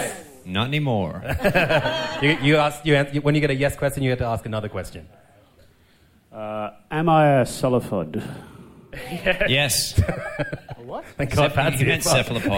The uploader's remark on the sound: Live From The MCA. We recorded a live episode in front of an audience at the MCA Artbar at the end of April. Get heckled by the audience for swearing too much.